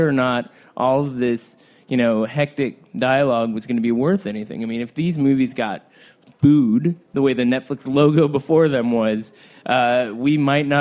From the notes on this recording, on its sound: Live From Cannes 2017. With a live audience at the American Pavilion.